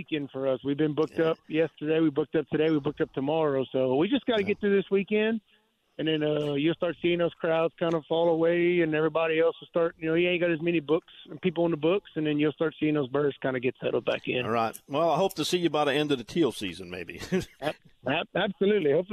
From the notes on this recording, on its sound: LIVE from the Duck Blinds! Live from his duck blind.